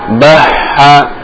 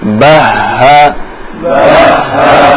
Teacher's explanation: Jadi pertahankan makhrajnya, sumber suaranya keluar dari tenggorokan yang paling dalam. · Shown in: second take